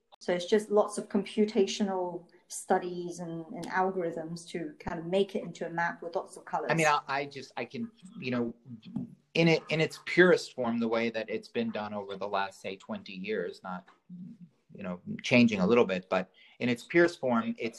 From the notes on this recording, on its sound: Apologies for the patchy audio. In Costa Rica where they are having biblical rainstorms.